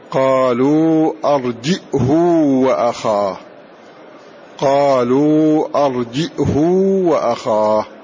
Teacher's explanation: وابن كثير وهشام يقرآن بالهمز الساكن مع ضم الهاء وإشباعها